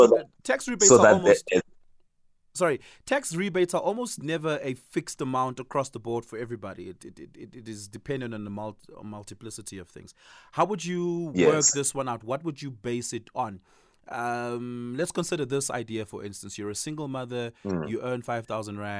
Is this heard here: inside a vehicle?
no